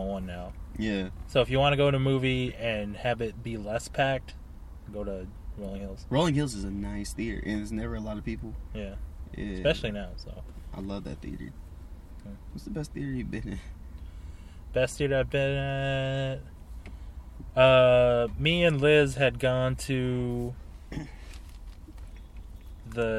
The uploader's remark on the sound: jump in the car